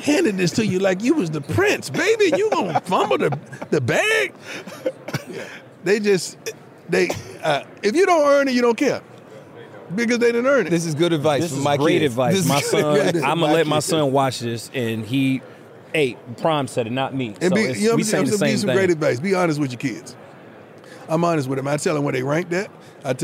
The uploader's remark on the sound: live from radio row for Super Bowl LVII